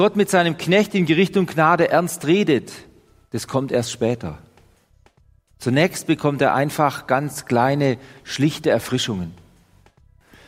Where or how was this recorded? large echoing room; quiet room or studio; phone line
large echoing room